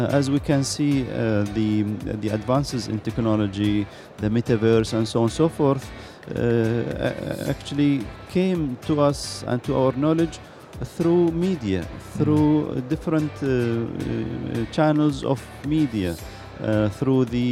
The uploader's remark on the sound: Live from Global Media Congress.